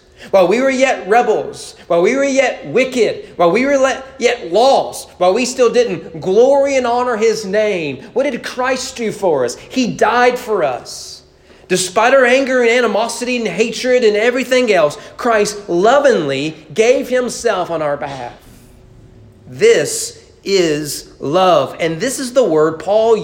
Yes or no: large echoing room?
yes